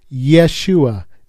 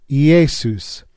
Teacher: The beginning consonant of ye and ye are very similar the sh- sound of Yeshua becomes a hard s in Iesus, since there is no sh sound in Greek. The oo sound of Yeshua is preserved in Iesus, and the uh sound at the end of Yeshua is replaced with a terminating s sound, as is typical in Greek.